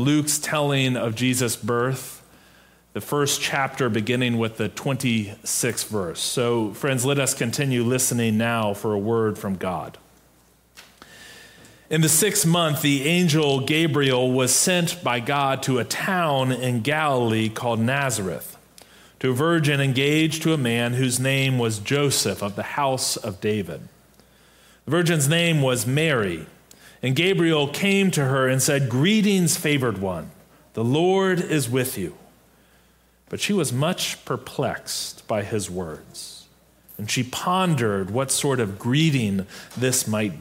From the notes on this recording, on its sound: Preached on December 11, 2022, in our MorningSong worship service.